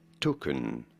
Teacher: In British English, this is normally said as token. You do want to stress on the first syllable.